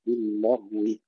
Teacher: ترقيق اللام وتفخيم الغين مع سكونها ورخاوتها بدون قلقلة